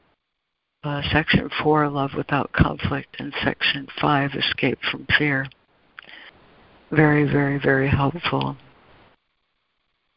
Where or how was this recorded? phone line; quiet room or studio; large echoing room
phone line